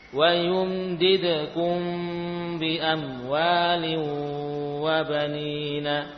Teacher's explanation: selama ada tanda sukun di atas mim, maka ukuran gunanya tidak tambah panjang · Term: idhar